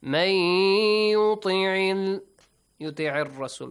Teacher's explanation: من يطيع الرسول إدغام من يطيع الرسول. من changes to may. It is called idgham or merging.